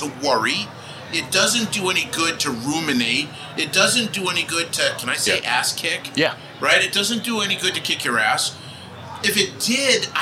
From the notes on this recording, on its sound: Recorded live at AAPEX 2022.